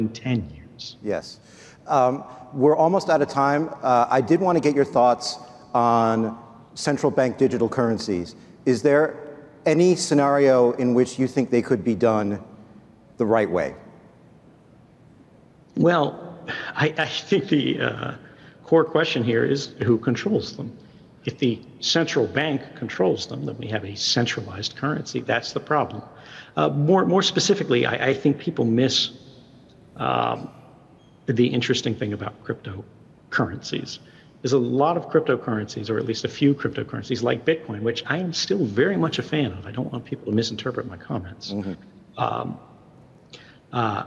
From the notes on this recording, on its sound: At a Consensus panel from Austin, Texas